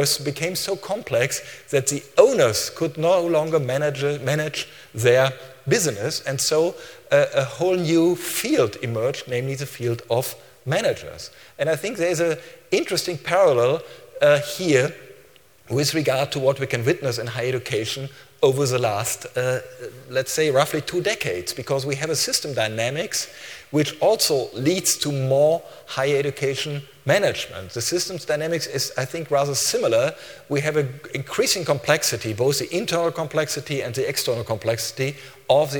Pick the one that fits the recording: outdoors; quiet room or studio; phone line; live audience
live audience